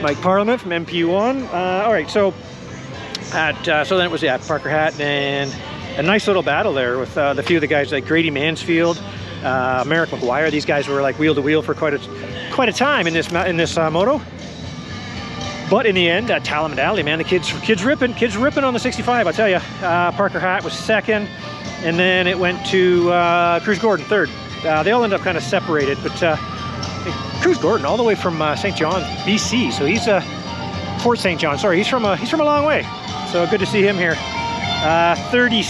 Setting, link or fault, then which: setting, outdoors